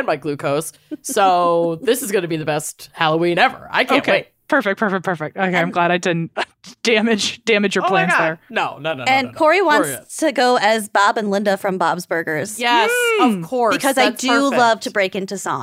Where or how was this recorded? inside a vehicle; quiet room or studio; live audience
quiet room or studio